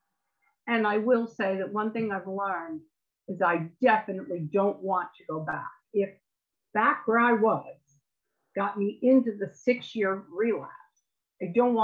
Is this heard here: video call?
yes